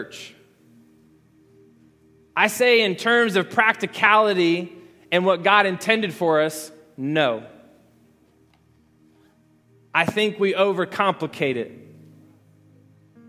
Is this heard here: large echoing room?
yes